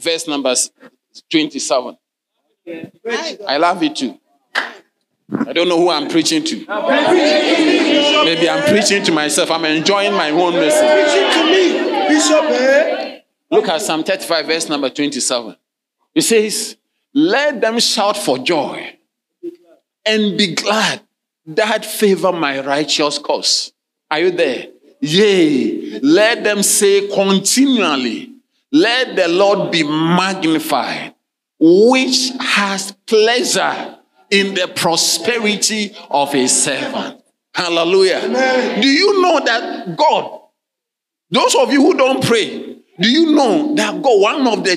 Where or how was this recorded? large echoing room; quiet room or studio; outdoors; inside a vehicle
large echoing room